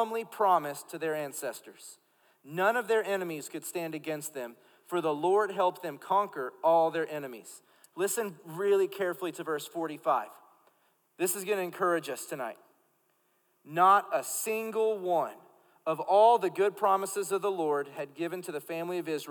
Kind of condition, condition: setting, live audience